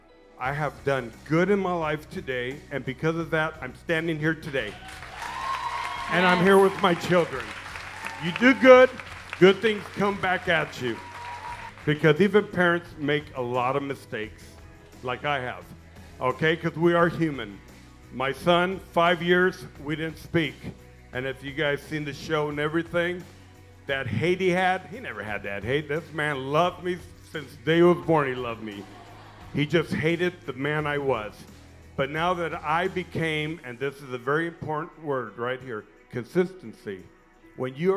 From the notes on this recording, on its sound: Live in Arizona! Hit the mic at a sold-out show at CB Live in Phoenix. The episode starts off with a memorable live intro.